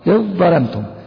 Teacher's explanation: الذال مع الظاء إذ ظلمتم، أبدلنا الذال إلى الظاء ثم أدغمنا الظاء في الظاء، إذ ظلمتم. هذا هو المتجانسين الصغير.